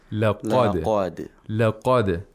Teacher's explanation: So we have to make sure that the dal is also pronounced with tarqiq and not tafkhim.